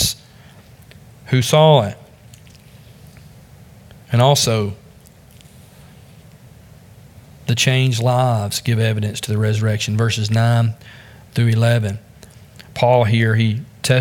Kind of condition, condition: setting, large echoing room